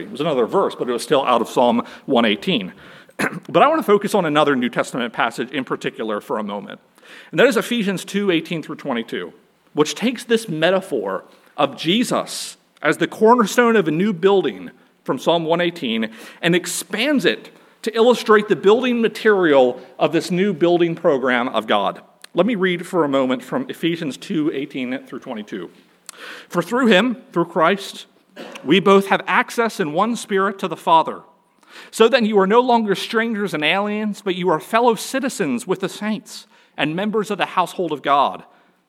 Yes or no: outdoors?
no